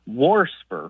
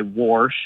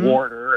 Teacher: warsper, with an extra R thrown in there, kind of like, you know, I hear a lot of old folks say warsh and things like warder, and so I hear that extra R get added occasionally. · Term: R insertion